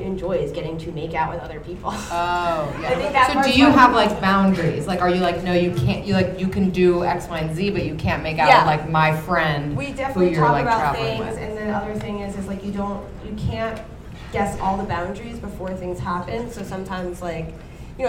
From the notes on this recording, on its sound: In this live episode from Caroline's On Broadway.